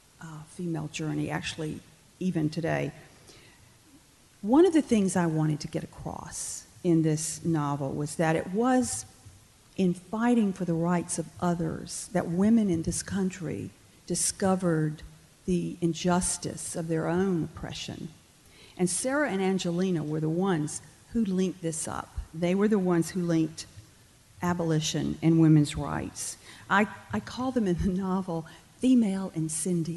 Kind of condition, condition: setting, live audience